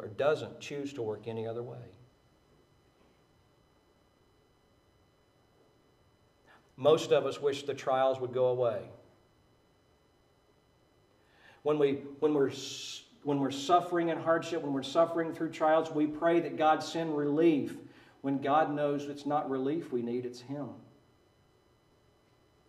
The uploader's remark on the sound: Preached at Maranatha Bible Church